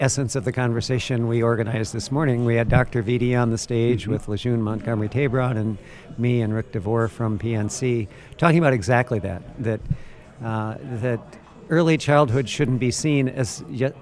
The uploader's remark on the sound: from the 2019 Mackinac Policy Conference